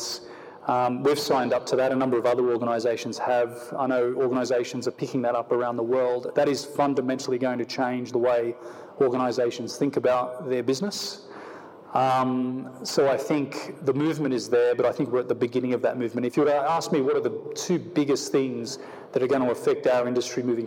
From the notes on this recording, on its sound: on stage at the Festival of Place